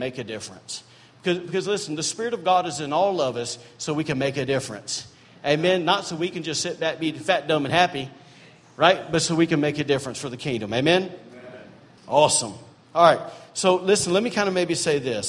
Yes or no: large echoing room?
yes